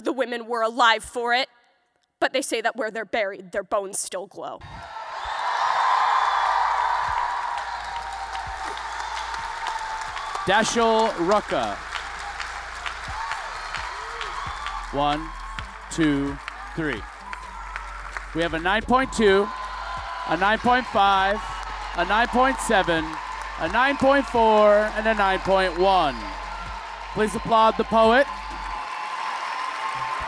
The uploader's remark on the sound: including live performances